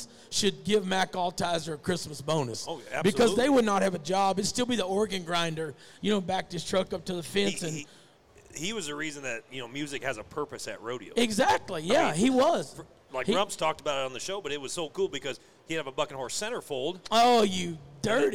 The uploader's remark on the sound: RümpChät Live at the 2023 NFR